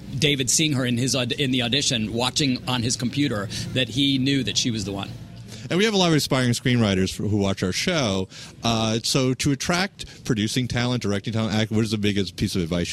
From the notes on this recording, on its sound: Script to Screen goes on location at the Santa Barbara Film Festival